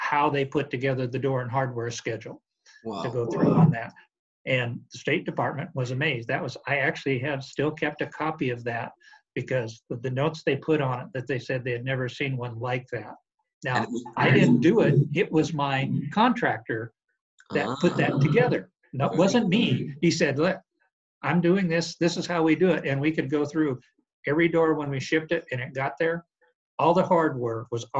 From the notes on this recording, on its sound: This is the zoom interview. From Dallas, TX.